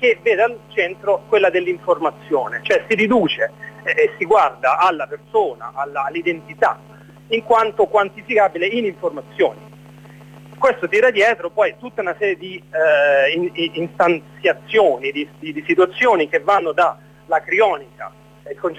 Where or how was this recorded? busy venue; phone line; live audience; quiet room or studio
phone line